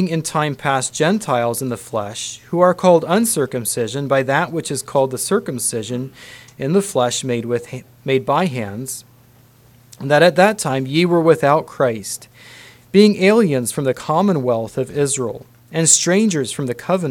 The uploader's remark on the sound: Council Message. Message preached at Word of Hope.